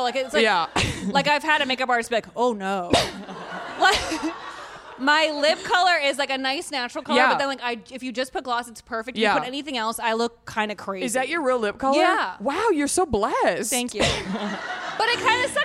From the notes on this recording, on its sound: Natch Beaut Live at Orly Color Labs. Thank you to Orly Color Labs for hosting the Natch Beaut Live show.